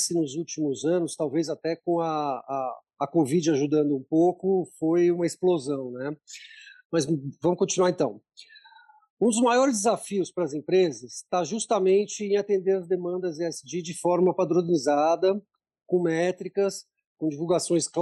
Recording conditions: video call